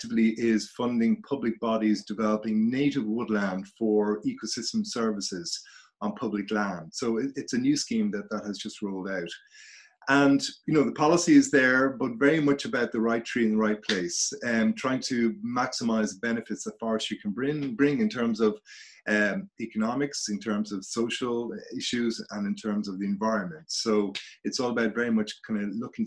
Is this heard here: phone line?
no